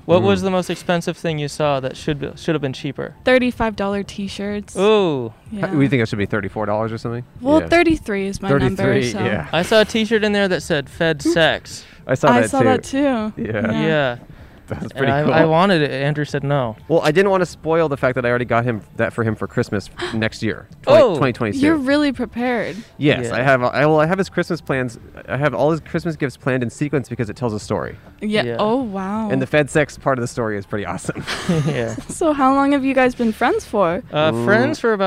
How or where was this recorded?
outdoors